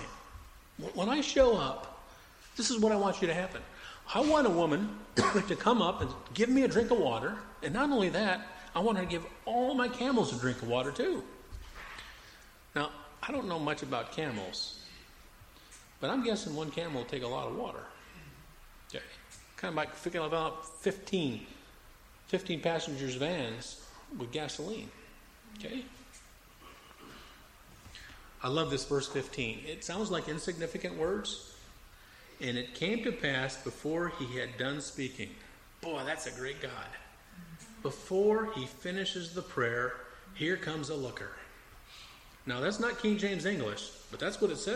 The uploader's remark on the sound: Preached at Mt Olive PBC in Jan 4, 2004